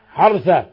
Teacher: سكن الراء لا تقلقلها لا تحركها